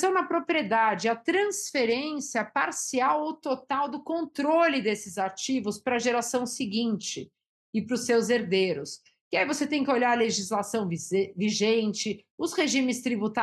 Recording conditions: video call